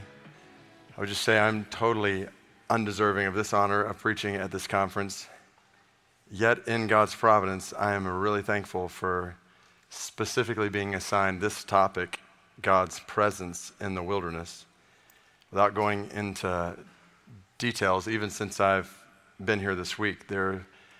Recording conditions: live audience